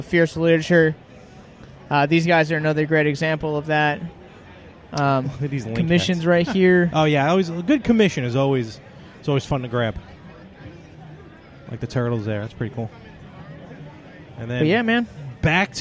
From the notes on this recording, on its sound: It's a hybrid episode this week LIVE from New York Comic Con 2017! Walk the con floor to see what NYC had to offer.